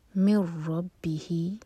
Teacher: امٹی نون کے بعد را ہے تو یہ ادغام بغیر غنہ کے